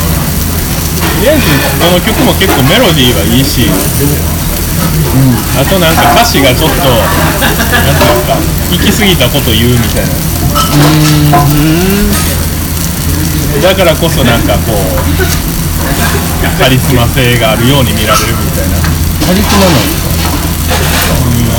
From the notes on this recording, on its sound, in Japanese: 東大阪のお好み焼き屋「丸福」にて収録。鉄板の近くにiPhoneを設置していたため、途中で「高温注意」の表示が出て強制終了してしまいました。